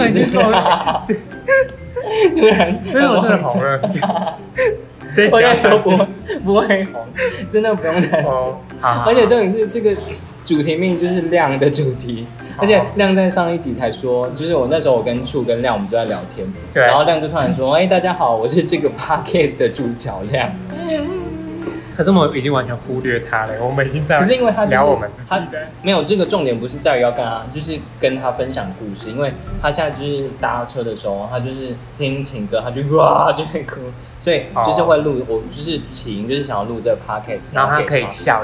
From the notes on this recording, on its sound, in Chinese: 很臨時在吃飯的餐廳突然錄音，收音很糟